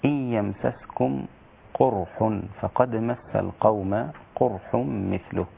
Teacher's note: في الموضعين معا ضم شعبة القاف